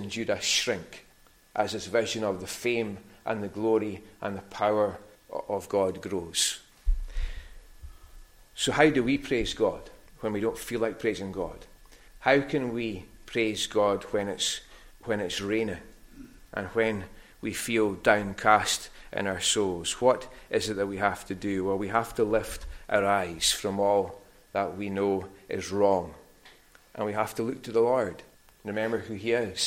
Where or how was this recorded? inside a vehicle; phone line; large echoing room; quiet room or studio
large echoing room